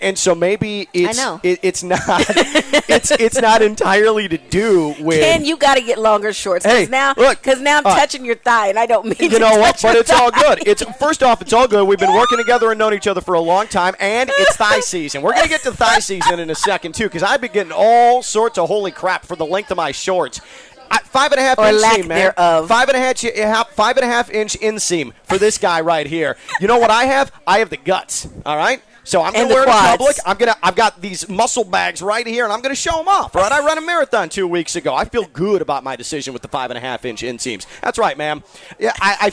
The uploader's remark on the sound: Live from the Honda Classic